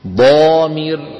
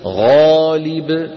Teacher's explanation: فحرف الاستعلاء المطبق أشد تفخيما من حرف الاستعلاء المنفتح. نحو ضامر أشد تفخيما من غالب